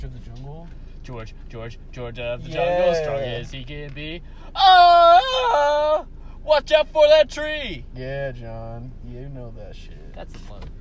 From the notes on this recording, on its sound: an incredible talk in the car